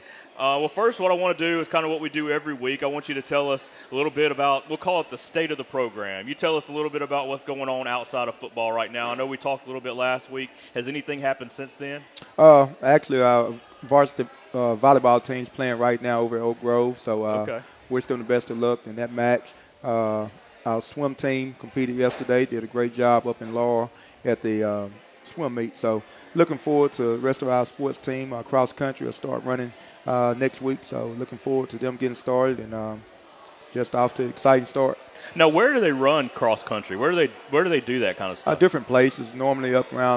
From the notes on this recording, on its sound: Recorded live from Walk-On's Bistreaux & Bar.